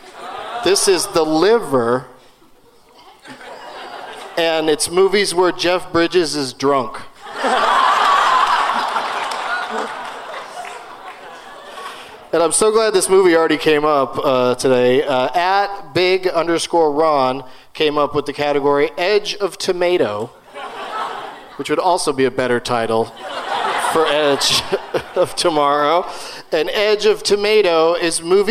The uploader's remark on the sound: Live from the Gramercy Theater in NYC